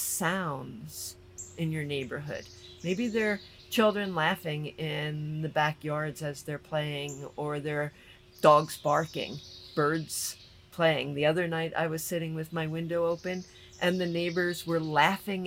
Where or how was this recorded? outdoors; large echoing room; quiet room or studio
outdoors